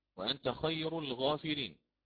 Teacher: الراء مرققة لأن سبقت بياء ساكنة